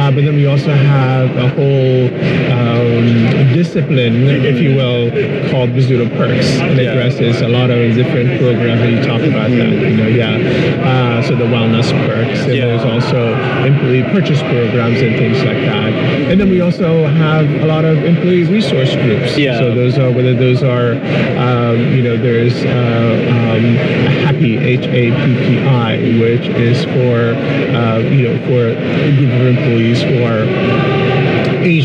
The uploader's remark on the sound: LIVE AT NAA